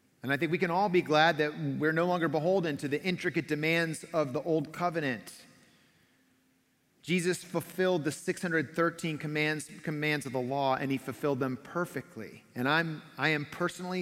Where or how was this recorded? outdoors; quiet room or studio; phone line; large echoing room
large echoing room